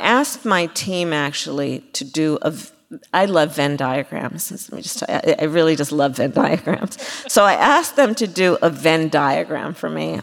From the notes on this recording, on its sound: this is our first appearance in front of a live audience